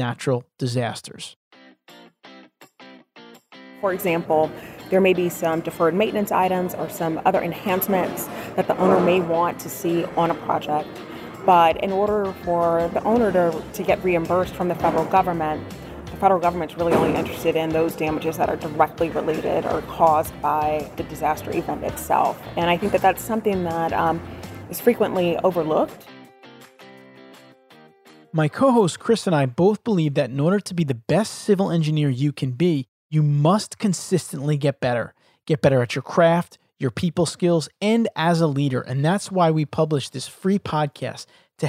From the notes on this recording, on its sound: A Field Trip to the Port Authority of New York and New Jersey Conference. I am bringing you with me to the Port Authority of New York & New Jersey Conference where I will be talking with several guests.